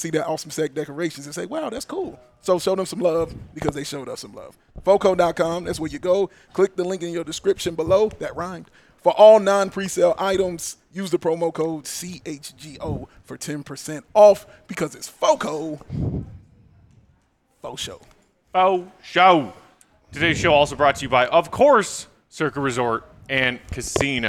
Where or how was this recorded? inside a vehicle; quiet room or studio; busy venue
busy venue